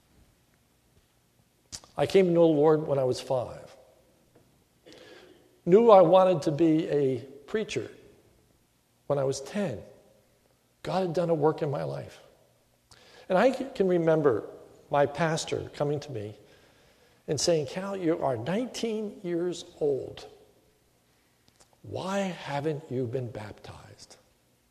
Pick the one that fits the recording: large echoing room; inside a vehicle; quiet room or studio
large echoing room